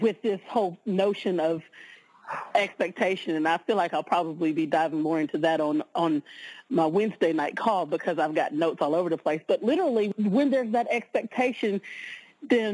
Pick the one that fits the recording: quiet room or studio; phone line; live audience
phone line